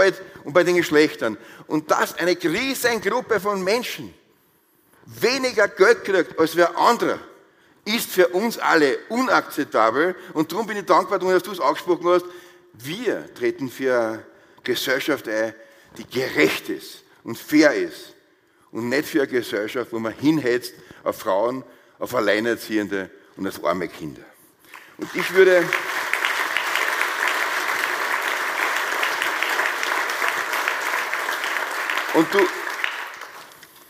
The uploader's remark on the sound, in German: Die Aufzeichnungen dazu entstehen bei den Live-Veranstaltungen zur Direktwahl.